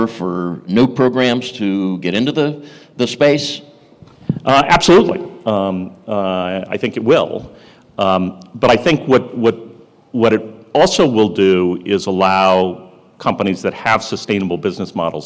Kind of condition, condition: setting, live audience